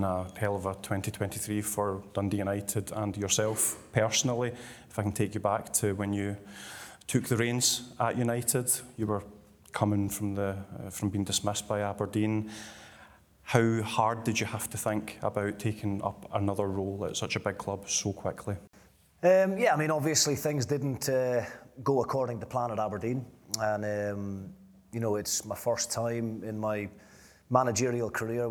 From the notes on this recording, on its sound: A live Q & A event. At DC Thomson HQ in Dundee.